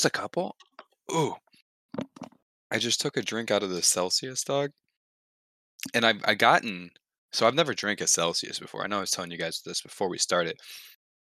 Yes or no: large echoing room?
no